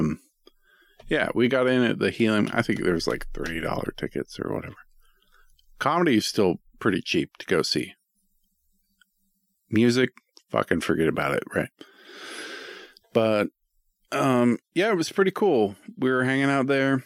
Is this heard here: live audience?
no